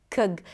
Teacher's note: That sound in the middle between the k and the g is the schwa. It's a very, very small, tiny, sweet little sound that exists in almost every other word in English.